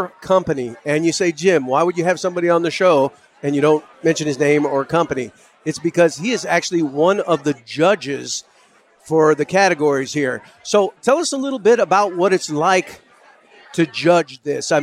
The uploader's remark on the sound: Live from the 2022 World Oil Awards